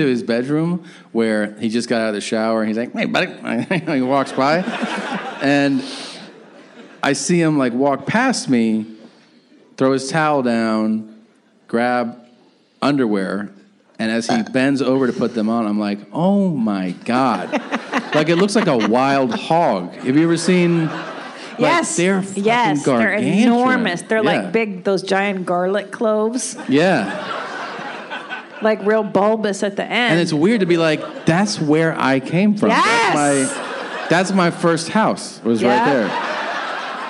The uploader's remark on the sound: This is the second live podcast we did on this evening at The Irvine Improv.